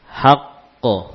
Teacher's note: Jadi kita membaca dua qaf yang sukun. Qaf yang pertama sukun tapi tidak diqalqalah, baru kemudian kita mengqalqalah qaf sukun yang terakhir.